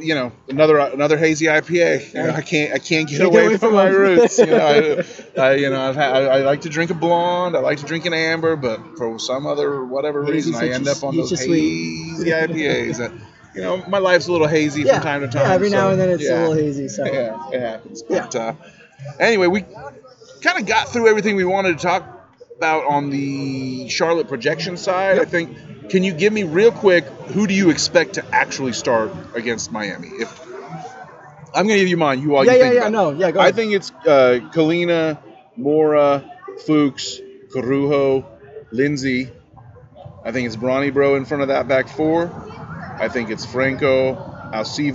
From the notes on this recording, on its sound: first time at Birdsong Tap House in NoDa